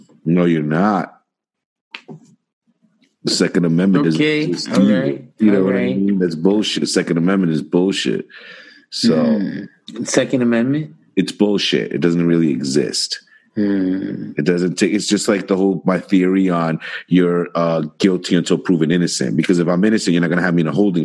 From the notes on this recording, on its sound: Somehow recorded through Zoom. The guys practice some social distancing even though they are “essential” workers.